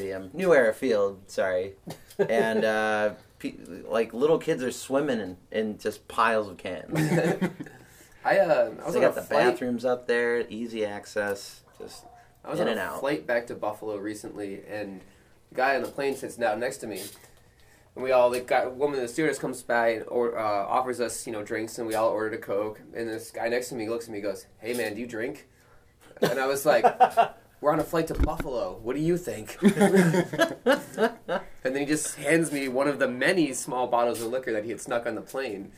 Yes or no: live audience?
no